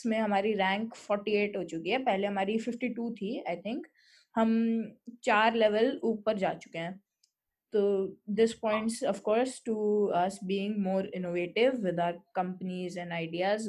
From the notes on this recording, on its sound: Microphone: Fifine T669. Laptop: Apple MacBook Air 2017. Recorded on: Zoom. Edited in: iMovie, Anchor, Audacity, Levelator.